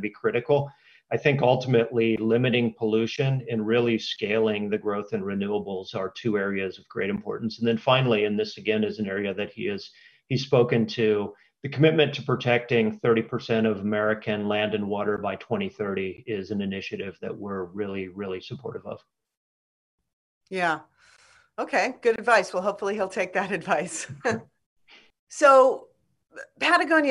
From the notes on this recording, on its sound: sits down for a candid Zoom conversation